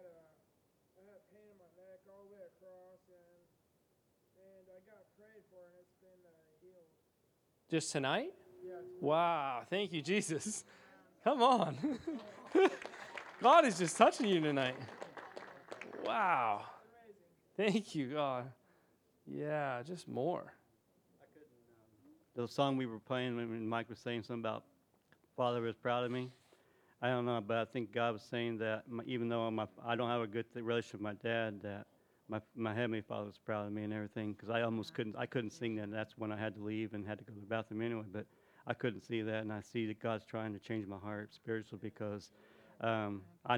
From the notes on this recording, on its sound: This is the full recording of the service.